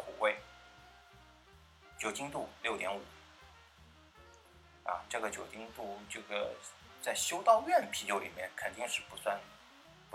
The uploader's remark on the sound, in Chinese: 这次用了AU录音感觉有些杂音，见谅